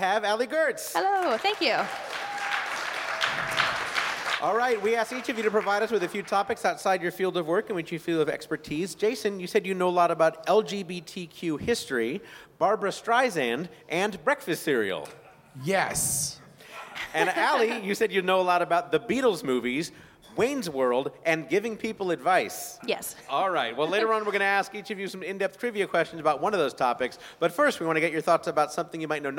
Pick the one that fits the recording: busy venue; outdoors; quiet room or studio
busy venue